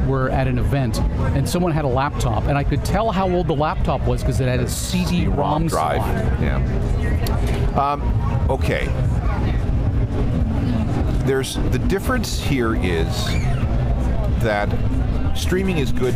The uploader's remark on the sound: Live on Location at CosmoFEST 2019. 14,000 of their friends, fans, and musicians at CosmoFEST 2019!